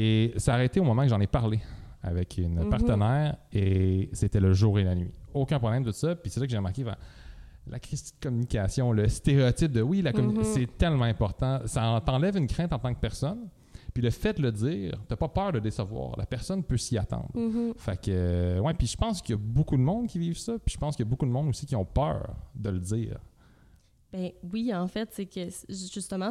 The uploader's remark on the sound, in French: Le podcast a été enregistré en avril 2021 à la microbrasserie le Boquébière au 50, rue Wellington Nord à Sherbrooke